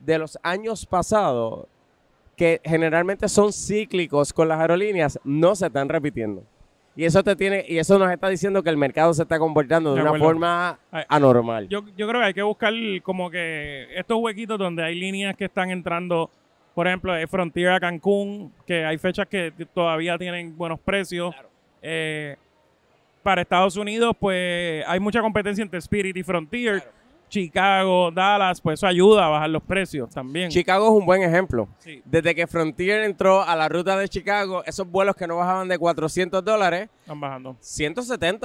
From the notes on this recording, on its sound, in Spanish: en vivo desde el Centro de Convenciones de Puerto Rico tras el exitosísimo Mochileando Travel Class 2023